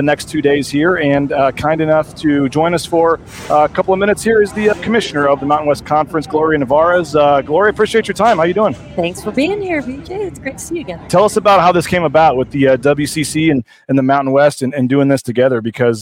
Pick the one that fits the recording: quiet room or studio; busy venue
busy venue